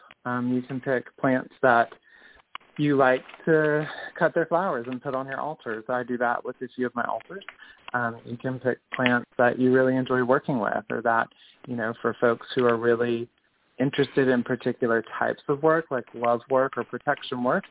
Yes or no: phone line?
yes